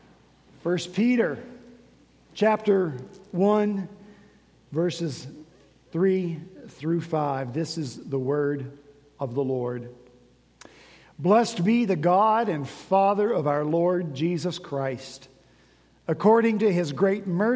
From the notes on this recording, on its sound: At Redeemer Presbyterian Church in Charleston, SC, our senior pastor continued his sermon series in First Peter.